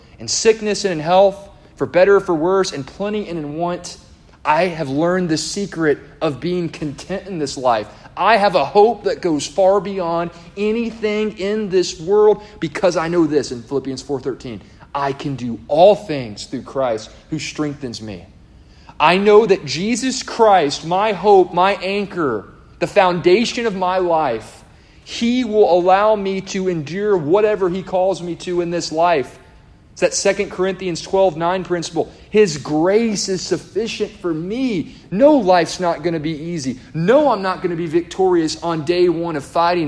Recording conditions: live audience